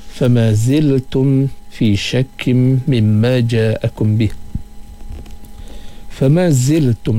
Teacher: sifat safir pada huruf zai, kita ada safir sikit. Ziltum dengan apa, keluarnya angin pada huruf zai tersebut.